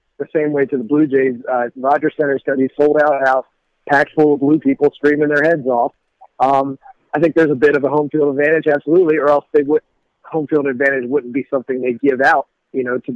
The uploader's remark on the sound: Take to the phone.